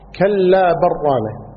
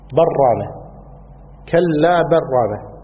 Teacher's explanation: قراءة ثانية بالإدغام، كلا برانة، يعني اللام تؤكل، برانة، كلا برانة، هكذا.